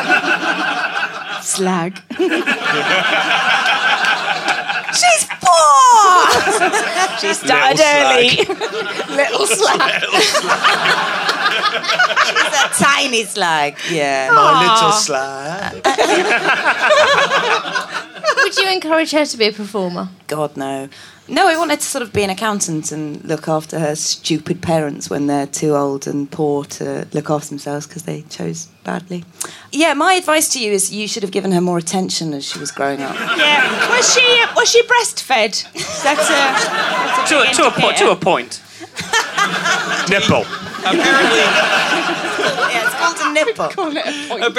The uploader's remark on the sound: Recorded at the Pleasance in Edinburgh